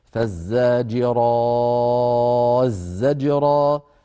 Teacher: يبدل التاء زايا ويدغم الزاي في الزاي فتصير فالزاجرا الزجرا